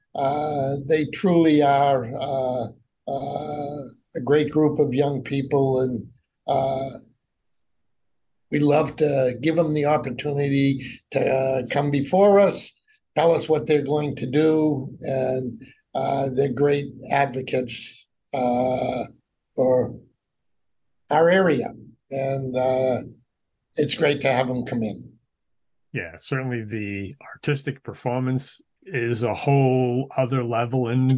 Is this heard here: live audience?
no